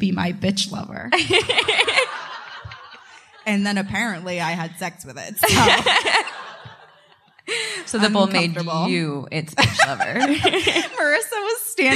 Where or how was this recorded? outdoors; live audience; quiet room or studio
live audience